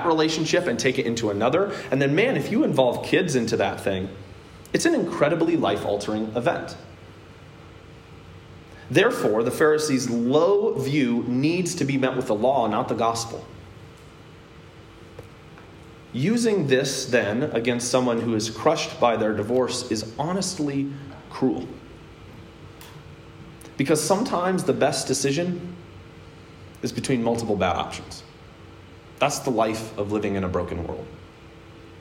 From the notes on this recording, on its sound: a sermon I preached at Hope Evangelical Free Church on September 26th, 2021.